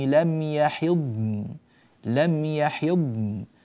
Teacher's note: وإذا وقفنا على كلمة يحضن، يحضن، يجتمع عندنا حرفان ساكنان لأجل الوقف، هذا فيه صعوبة ومشقة، فالضاد ساكنة تأخذ زمنها الكامل من الرخاوة وتستريح في الفم، يحض، وبعدها نأتي بالنون ونبينها مظهرة بمقدار كاف، وهو ما يسمى بالبينية، نعطيها زمنها الوسط، لا هي مبتورة مقطوعة ولا هي ممدودة طويلة